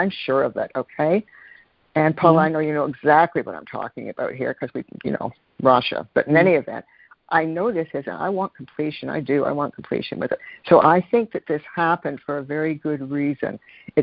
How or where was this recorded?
phone line